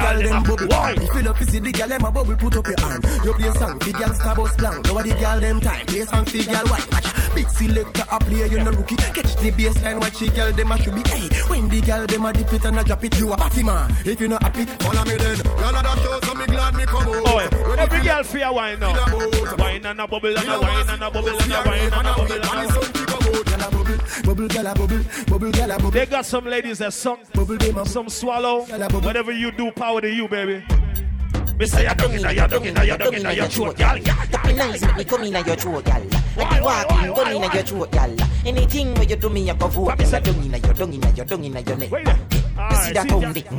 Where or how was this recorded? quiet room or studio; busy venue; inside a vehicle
busy venue